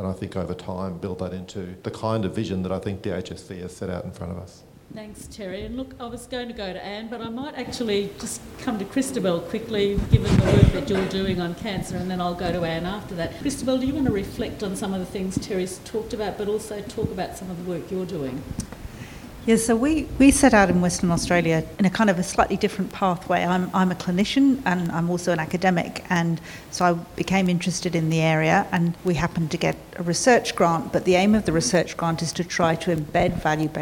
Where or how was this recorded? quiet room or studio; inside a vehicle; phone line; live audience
live audience